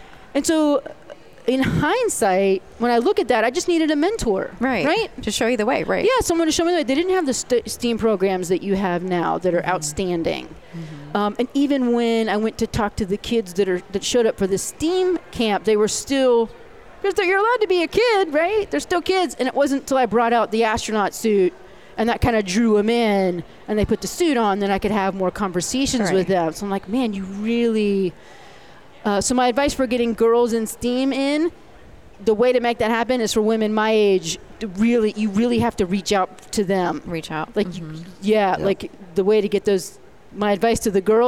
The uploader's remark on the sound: The VoiceAmerica Live events team. Live from day 2 at the event in Long Beach California.